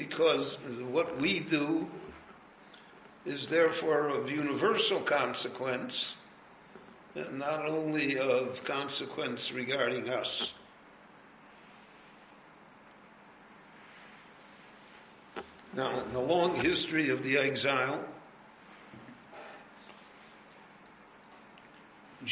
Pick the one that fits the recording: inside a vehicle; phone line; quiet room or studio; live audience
live audience